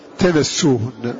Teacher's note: وقرأ غيرهم تمسوهن بفتح التاء وعدم المد